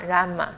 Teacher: 然自然的然是二声哦，可是这个然是不要二声的哦，是轻声的哦